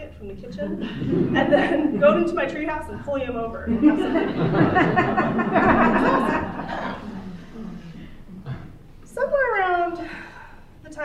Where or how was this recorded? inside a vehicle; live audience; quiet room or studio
live audience